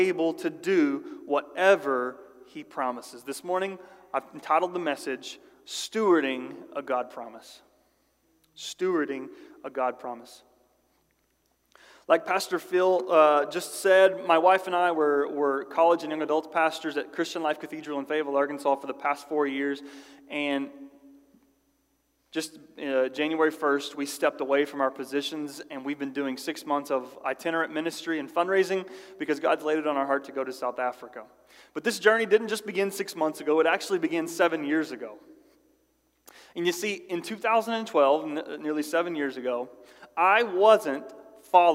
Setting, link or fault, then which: setting, large echoing room